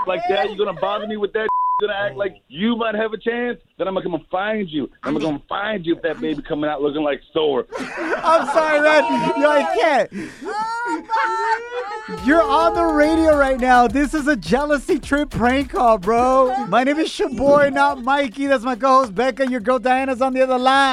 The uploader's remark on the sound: opened up the phone lines